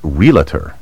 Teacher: Realtor puts the sound of the L before the A, as though the word were spelled R-E-L-A-T-O-R. The proper pronunciation sounds like the word real, followed by ter, realtor.